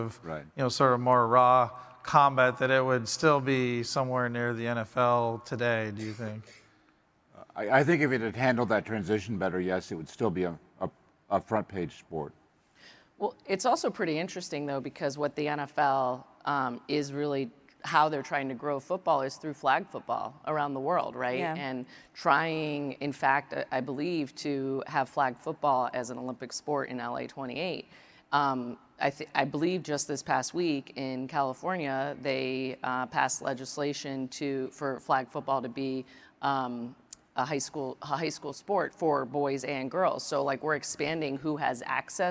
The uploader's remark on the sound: In the final session of our 2023 MIT Sloan Sports Analytics Conference